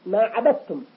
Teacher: الأول مخرج التاء والدال والطاء، مثل قوله تعالى ما عبدتم، دال وتاء، ما عبدتم، ولا نقول ما عبدتم، ما عبدتم، كأن الدال تحولت إلى تاء · Term: إضغام المتجانسين